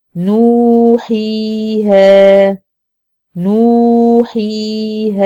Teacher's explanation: جمعوا لنا العلماء في كلمة واحدة بمدودها بحالها، هي كلمة نوحيها، ادي نو مد بالواو، حي مد بالياء، ها مد بالألف · Term: المدود